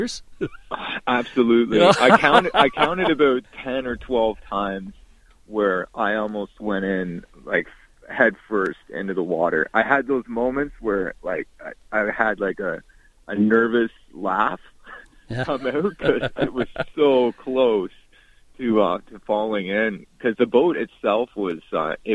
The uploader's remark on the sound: on the phone